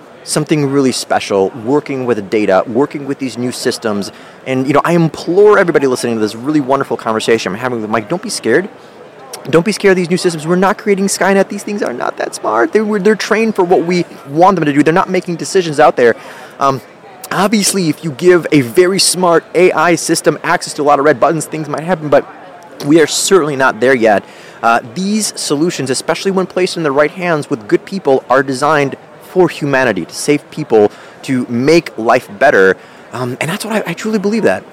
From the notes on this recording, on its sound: Recorded live from Data Center World in Austin, Texas.